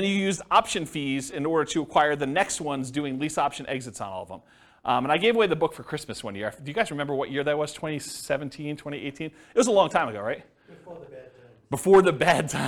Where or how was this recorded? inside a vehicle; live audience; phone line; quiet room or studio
live audience